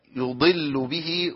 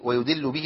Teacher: والخطأ المشهور في إبدال الضاد بدال · Shown in: second take